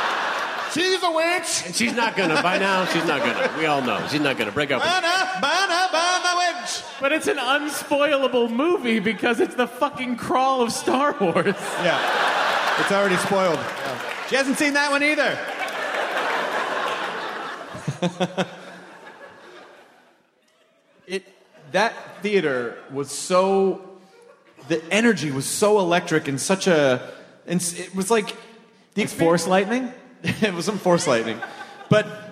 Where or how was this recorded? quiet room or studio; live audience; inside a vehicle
live audience